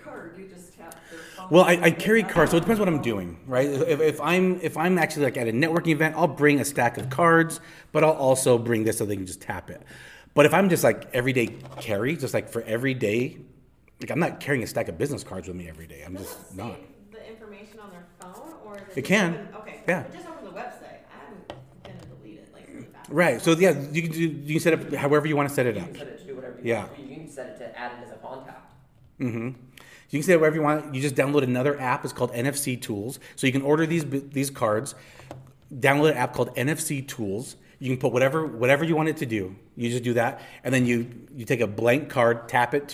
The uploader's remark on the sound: This is a live recording from one of my local notary meetups